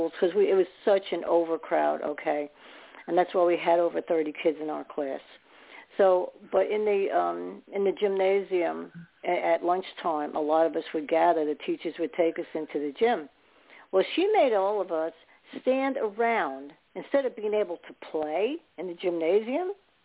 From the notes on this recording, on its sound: Those who call in will form a panel.